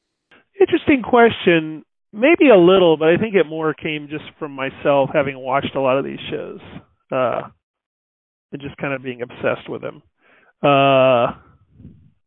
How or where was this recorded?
phone line